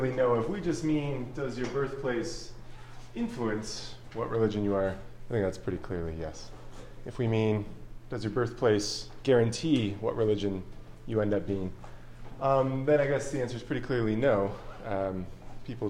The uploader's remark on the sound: This lecture was given on November 16th, 2023, at The Catholic University of America.